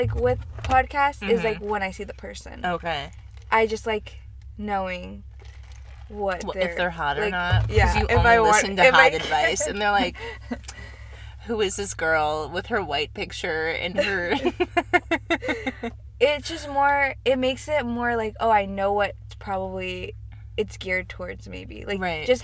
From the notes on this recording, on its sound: Buckle up, we're in the car again baby.